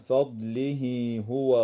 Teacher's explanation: وتوصل هاء الضمير في قوله تعالى من فضله هو خيرا بياء لفظية تمد حال الوصل بمقدار حركتين